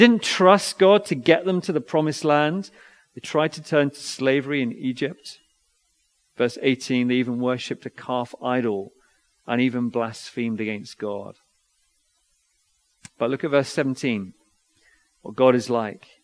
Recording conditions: large echoing room